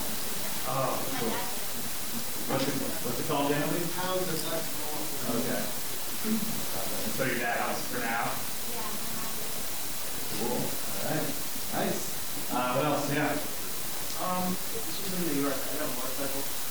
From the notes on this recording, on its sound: We apologize for the audio quality issues on this episode.